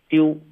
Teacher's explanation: 丢，是一个的的音，然后你的嘴唇就会撅起来，对不对？对，而不是先嘟嘴，然后再爆一个的嘟，这样这个就不对了。所以我们会有一个弹舌的动作，然后再来一个嘴唇滑动，对不对？丢，好，那我们把这个的的音呢，用一个了的音来代替，好不好？就不用爆。一个的音，可是你的舌头也是贴着上颚，也是发一个了的音，会弹下来，溜，哎，这个音就是你要的音啊，所以就是一个溜，对，所以是 volume。哎呦，老师这么一说，都懂了，都懂了。您把那个丢字的这个的换成了就行了。 Yep, and that's all you gotta do. Volume.滑动了，滑好了，现在连接好了，这个比喻也是绝妙了。第三个问题，Warmer 同学提问说，咱们上一周这个老友记的有句台词，来就说说吧，Monica 当时用了这个军用时间是怎么说的？他说，I need you